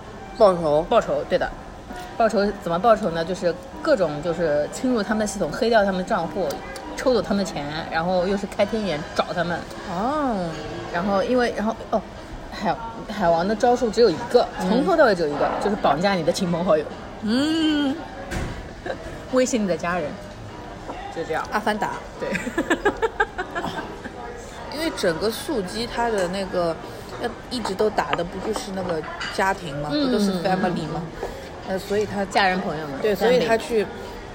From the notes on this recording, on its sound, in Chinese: 每次录制基本都是在餐厅吃饭，没有条件升级录音设备。映彩餐厅。